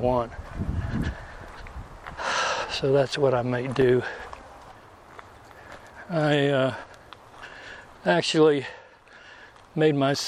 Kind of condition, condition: setting, outdoors